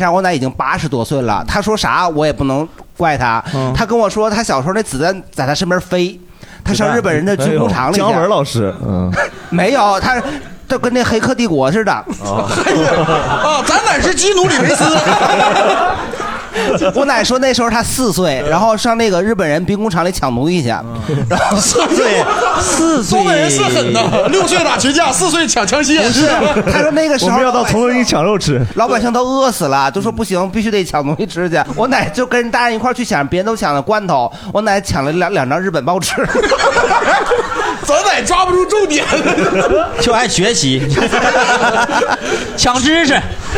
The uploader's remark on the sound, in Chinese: 这是一档由喜剧演员们和现场观众朋友们共同录制的播客节目